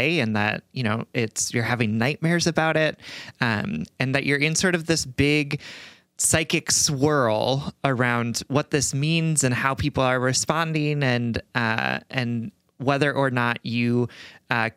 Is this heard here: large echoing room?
no